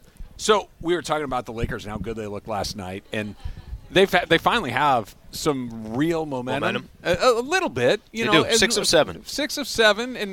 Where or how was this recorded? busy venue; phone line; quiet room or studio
busy venue